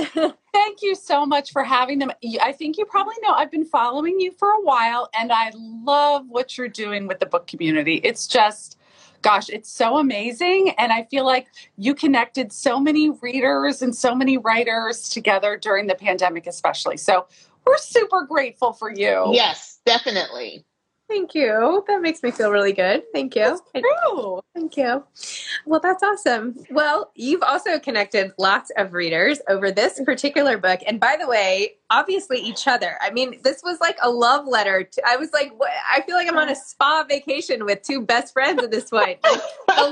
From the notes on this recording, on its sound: for an Instagram Live